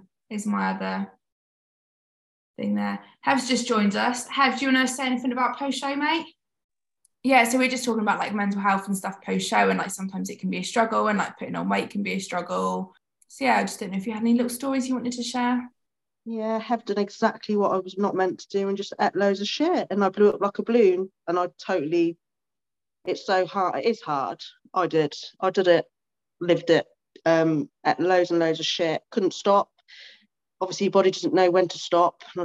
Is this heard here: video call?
yes